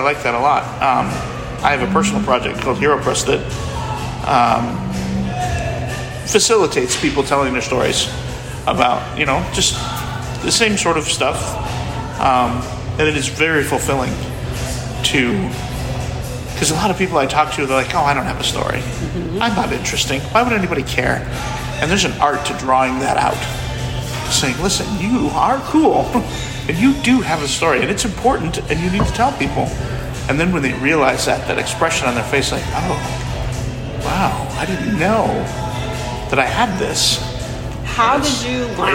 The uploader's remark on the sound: WordCamp Birmingham Hallway Chats